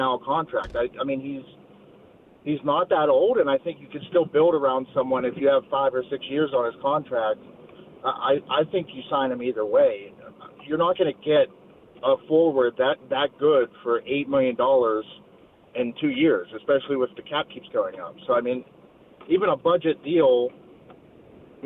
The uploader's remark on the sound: Many callers chime